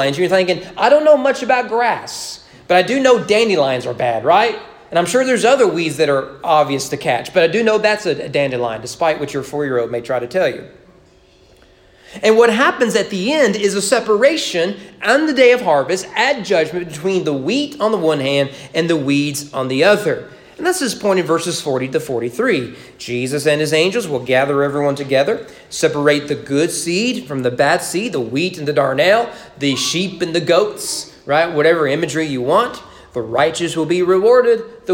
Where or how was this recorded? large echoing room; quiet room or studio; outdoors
large echoing room